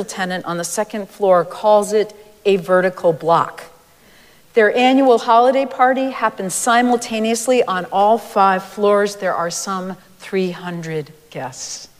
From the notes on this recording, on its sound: Recorded live at Arlington Street Church.